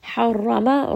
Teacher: Ma is a two-count mad. Harrama, ra is going to be heavy because it has a fatha.